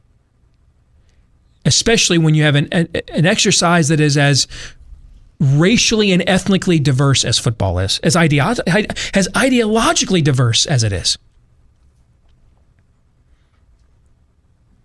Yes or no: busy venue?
no